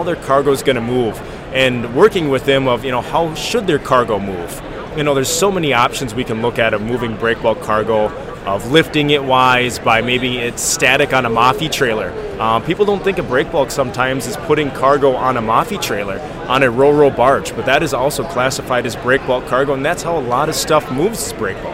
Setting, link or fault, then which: setting, busy venue